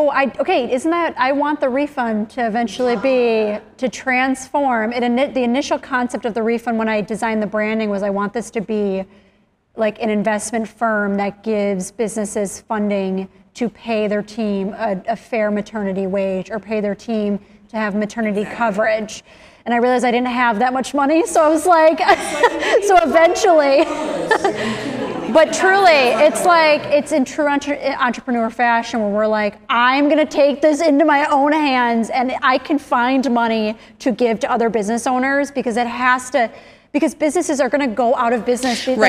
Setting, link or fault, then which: setting, live audience